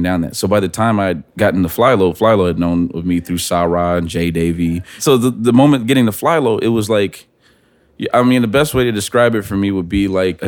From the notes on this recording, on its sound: At Pitchfork Music Festival. We recorded even more podcasts backstage at Pitchfork Music Fest.